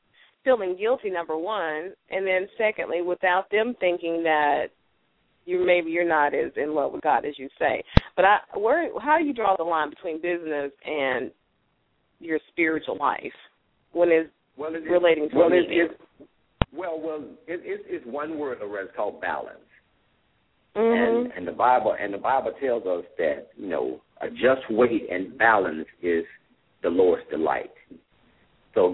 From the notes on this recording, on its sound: LML uses a progressive live call in format.